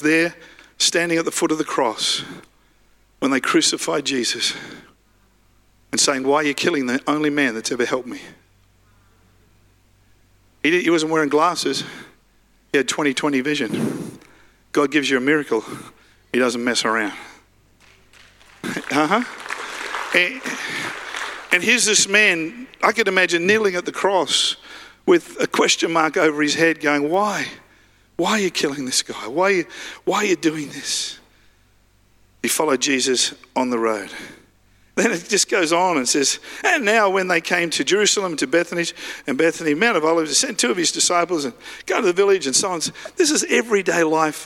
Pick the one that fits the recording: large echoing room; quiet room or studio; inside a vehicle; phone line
large echoing room